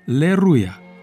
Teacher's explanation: L-ul intervocalic a suferit fenomenul de rotacizare, adică s-a transformat în R și a devenit Aleluia. Ulterior, A-ul neaccentuat inițial a căzut, fenomen numit afereză. Și cuvântul a devenit Leruia, iar prescultat Lerui Ler.